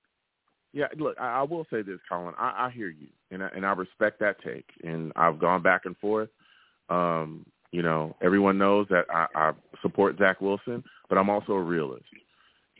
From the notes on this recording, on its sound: Tonight, live at 7pm eastern. I take live callers!